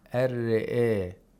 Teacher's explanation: he pronounces the ra with fatha, but the fatha is pronounced with tarqiq. This is making why you think that this is a kasra.